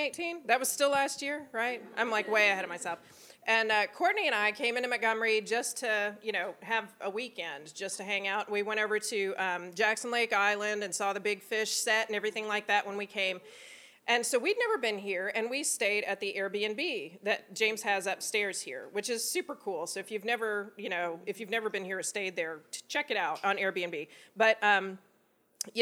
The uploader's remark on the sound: LIVE from the Goat Haus Biergarten in Montgomery, AL!